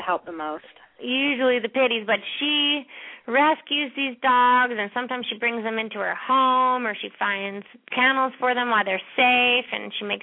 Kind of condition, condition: link, phone line